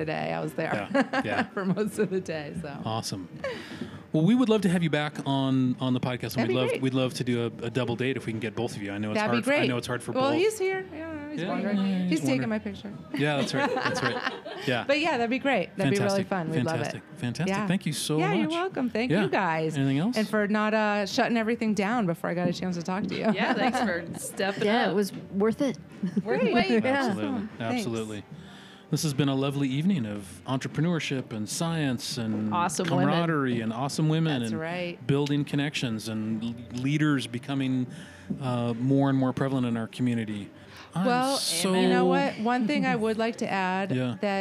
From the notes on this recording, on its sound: we’re releasing a double live podcast